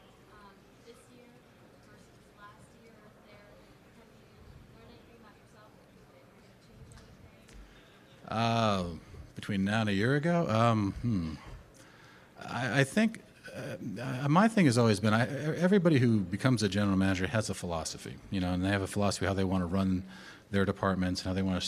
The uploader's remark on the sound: Combine Press Conference.